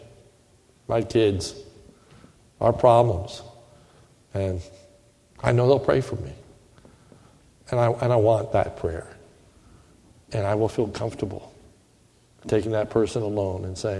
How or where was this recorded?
large echoing room